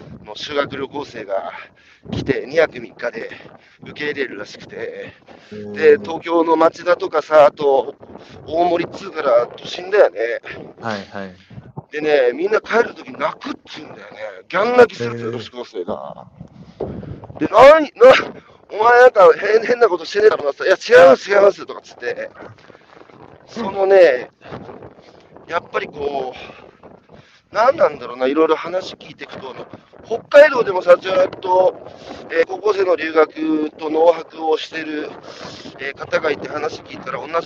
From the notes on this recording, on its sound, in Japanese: 歩きながら1時間、対談する